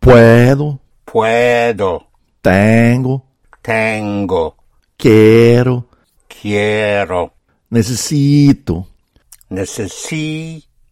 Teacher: när jag talar i presens så trycker jag till på näst sista stavelsen och så dyker jag upp med avslutningen